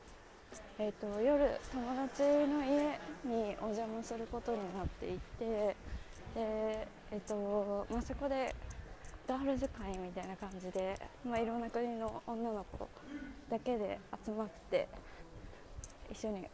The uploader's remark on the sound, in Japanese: 今回はケンブリッジにやってきました。歩きながら撮ってるのでお聞き苦しい点があったらごめんなさい。